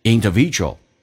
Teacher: u 跟 a 在连在一起很多美语当中会把 u 直接去掉